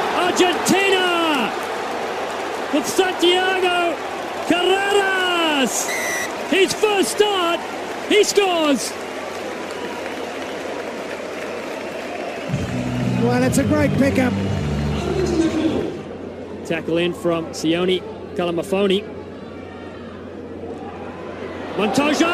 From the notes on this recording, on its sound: From our spiritual home Barasti. The Grill at Barasti, where the game is always on.